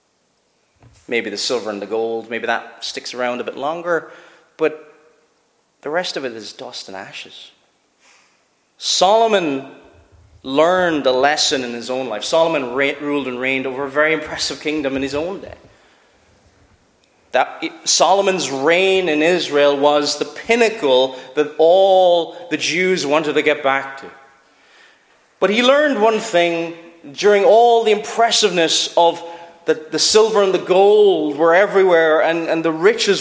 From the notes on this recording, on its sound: Preached at Shettleston Free Church.